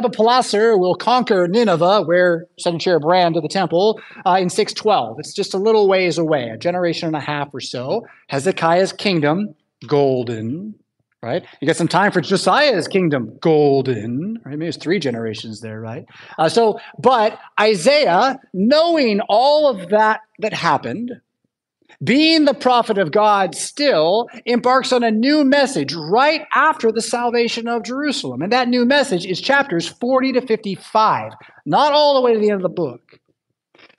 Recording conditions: large echoing room